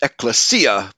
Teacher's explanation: I think the Greeks actually pronounce it ekklesia, putting the accent on the third syllable. But either way, it's very commonly pronounced ekklesia and ecclesia, either way.